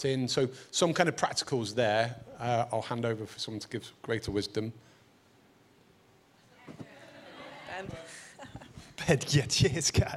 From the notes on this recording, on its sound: Recorded at Proximity 2019.